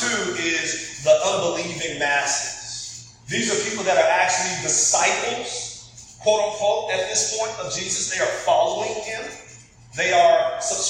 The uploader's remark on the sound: Apologies for the audio quality this week!